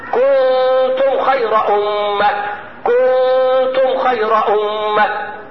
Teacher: انطق النون المخفاه بعد الكف مباشره، بعد ضمه الكف مباشره